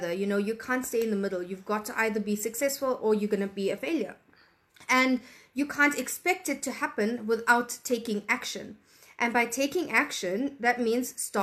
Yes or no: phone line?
no